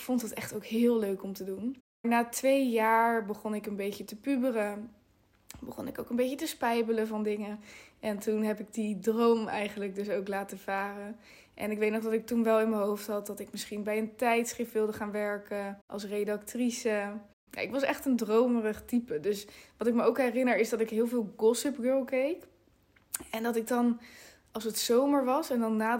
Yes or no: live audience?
no